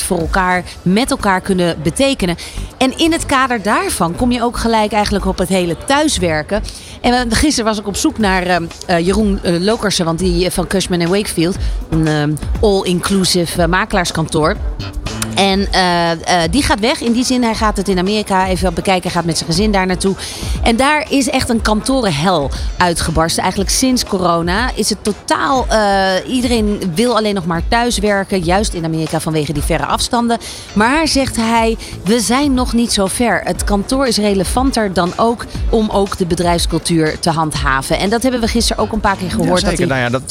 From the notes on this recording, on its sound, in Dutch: New Business Radio op de PROVADA dag 3 uur 1. Verder deden de presentatoren ook live verslag van de Inspiratie Awards uitreiking en spraken ze met de winnaars.